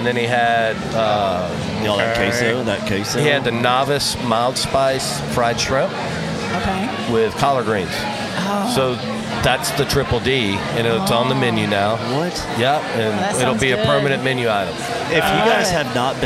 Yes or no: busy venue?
yes